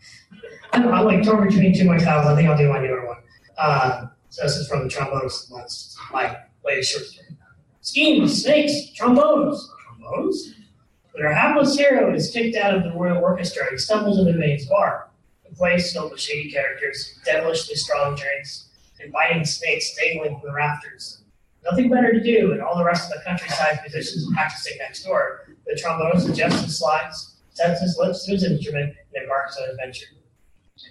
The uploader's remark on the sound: Recorded Live at Gateway Con. This episode was recorded in front of a live audience.